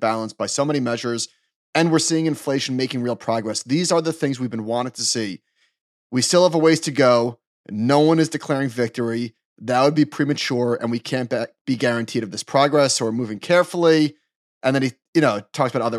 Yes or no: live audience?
no